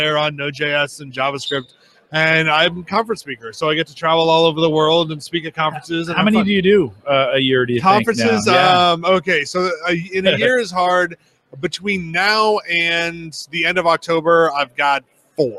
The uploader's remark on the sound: Interviews at HDC 2016